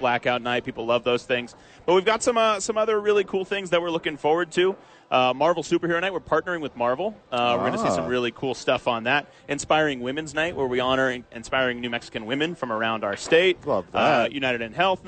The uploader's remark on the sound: live at HOWIES!